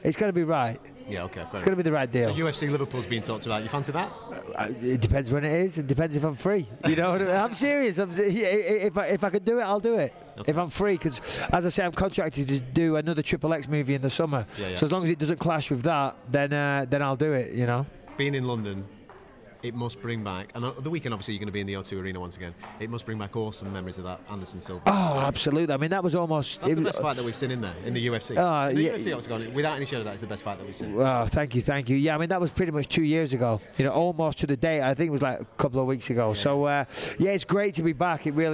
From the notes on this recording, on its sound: This weeks UFC show is slightly different as the majority of it was recorded backstage at the UFC London event.